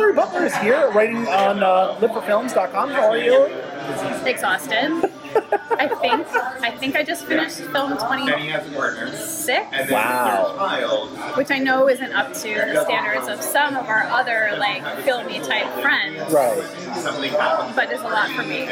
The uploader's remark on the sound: Apologies in advance as the cafe was a teeny bit louder on-mic than it seemed in-person, but I believe the show isn’t inaudible in any way.